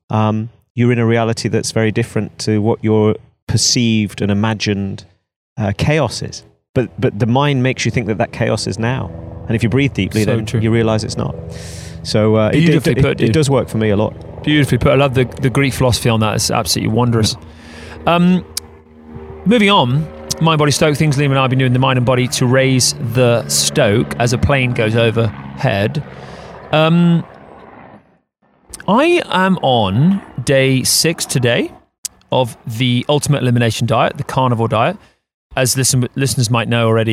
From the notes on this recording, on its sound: This week, we record the show by a river for extra high vibes and good times!